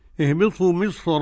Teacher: اهبطوا مصر لا ترقيق فيها، لأن بين الكسر والراء المنونة المفتوحة صاد · Term: التفخيم